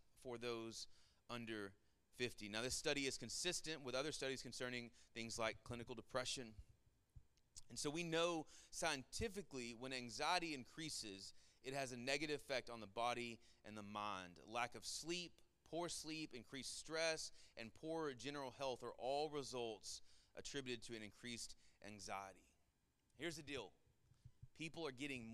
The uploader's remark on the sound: Sermon Audio from our Worship service